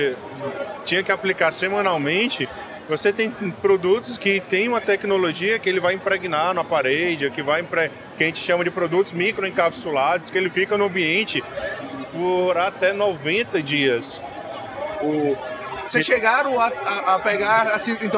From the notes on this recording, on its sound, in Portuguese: Live and Stereo at The Week: Day 2 and Day 3. Aproveitem a segunda metade do conteúdo gravado ao vivo no nosso estande do podcast.